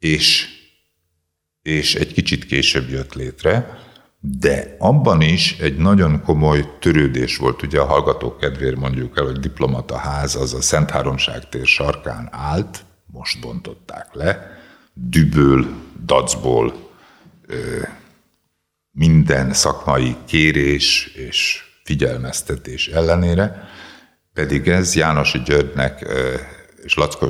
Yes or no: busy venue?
no